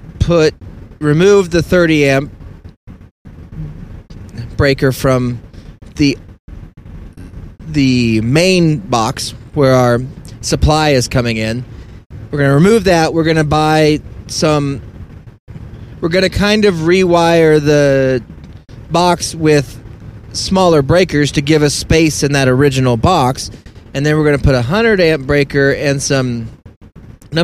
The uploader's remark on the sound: All while driving without being able to see.